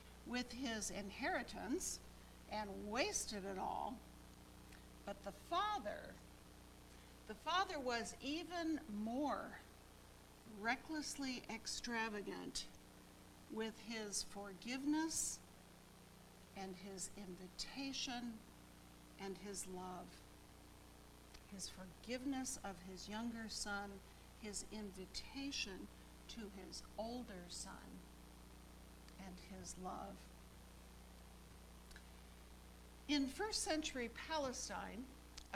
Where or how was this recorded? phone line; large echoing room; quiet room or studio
large echoing room